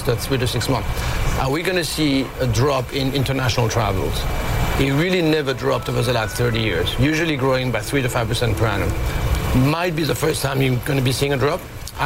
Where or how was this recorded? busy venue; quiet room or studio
busy venue